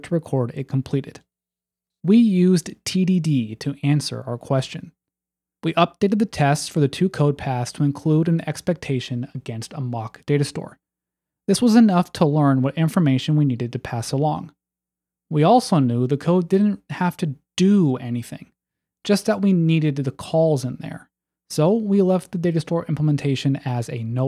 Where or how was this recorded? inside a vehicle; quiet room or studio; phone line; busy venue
quiet room or studio